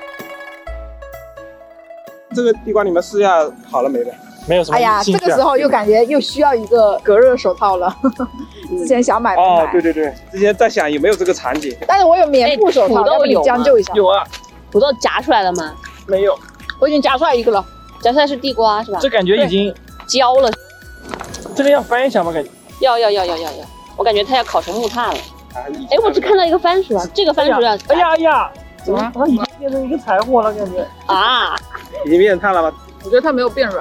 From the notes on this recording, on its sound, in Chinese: 它是我们10月份露营的时候和朋友的一次闲聊，那天夜幕降临后，我们点起了篝火，大家围坐在一起一边烤红薯一边聊天。聊天进行到某个节点，有人按下了录音键，记录了这次谈话。由于我们是在户外，没有专业的录音设备，大家互相坐的也比较远，所以音质非常糟糕。